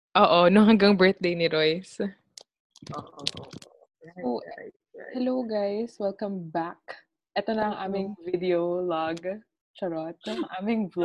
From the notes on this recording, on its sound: We're also posting our zoom video for this.